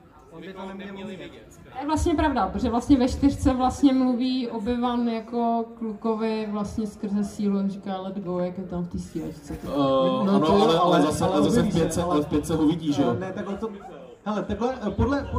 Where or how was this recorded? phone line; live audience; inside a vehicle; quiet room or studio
live audience